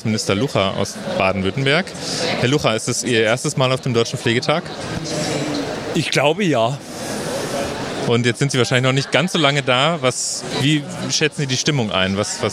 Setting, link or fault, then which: setting, busy venue